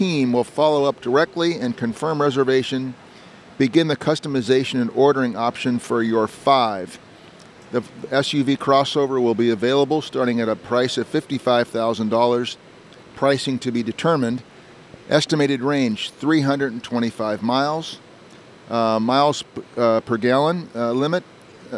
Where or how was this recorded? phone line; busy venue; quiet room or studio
busy venue